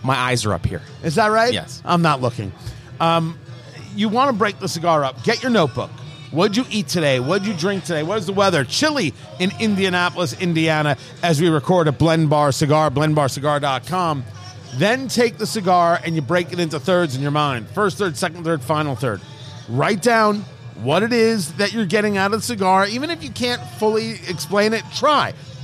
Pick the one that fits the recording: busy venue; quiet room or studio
busy venue